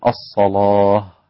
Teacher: الصلاة اللام فيها رقيقة إلا عند ورش، فهو يغلظ اللام عشان قبلها مغلظة، فيقول الصلاة هكذا لورش فقط وليس لأحد غيرهم.